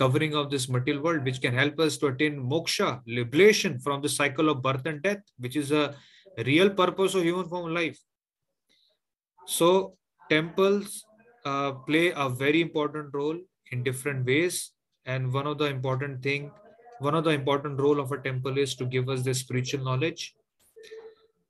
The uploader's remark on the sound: Zoom recorded classes